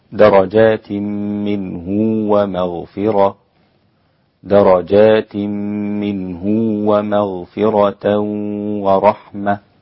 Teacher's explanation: وصل هاء منه بياء صغيرة من جنس حركة حرف الهاء